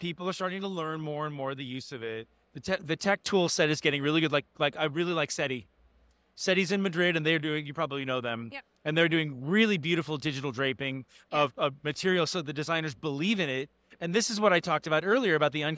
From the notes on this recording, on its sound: Live on the show floor at The Lead Innovation Summit 2023.